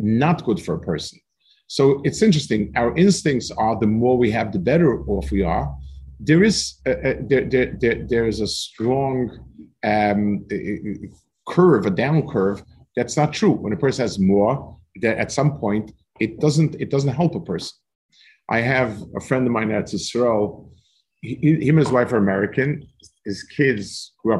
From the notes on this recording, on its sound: This shiur take place over Zoom on Motzei Shabbos.